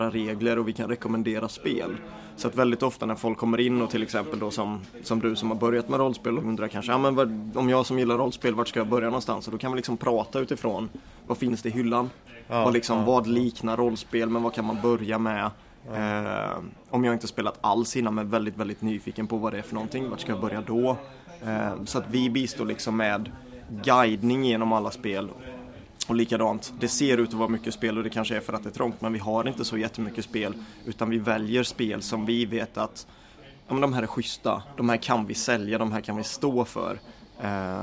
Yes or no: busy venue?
yes